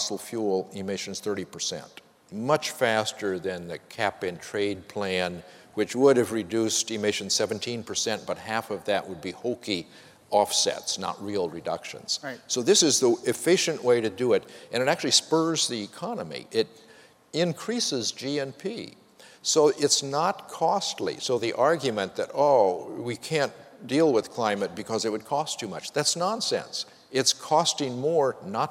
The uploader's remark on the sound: GreenBiz 16. This week's GreenBiz 350 podcast comes live from the Phoenix site of our annual gathering of sustainability chiefs from some of the world's biggest companies.